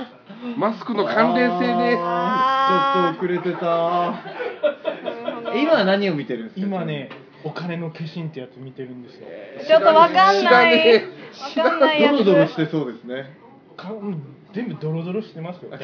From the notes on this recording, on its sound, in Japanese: 鑑賞会での収録第2弾